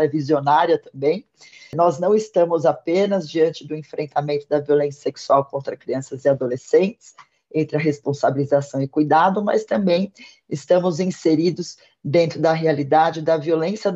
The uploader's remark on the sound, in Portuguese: O assunto foi debatido no webinar realizado pela Escola, em parceria com o Ministério Público de São Paulo.